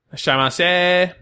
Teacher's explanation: you won't really start to say the beginning of the word. Like as you start thinking it before your mouth starts making the sound and then you only vocalize the end of it. · Term: eliding some of the syllables